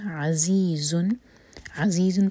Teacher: دونوں زا buzzing sound کے ساتھ